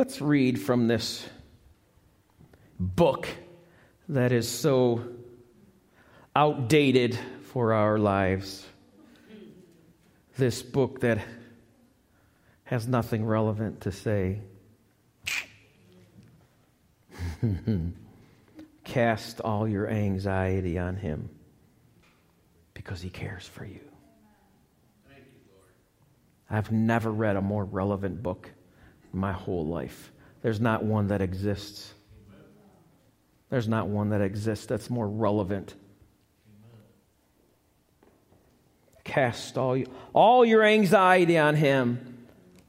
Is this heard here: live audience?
yes